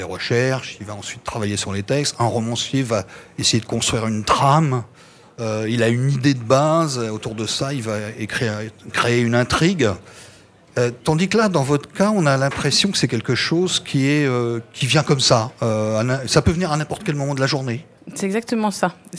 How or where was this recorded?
busy venue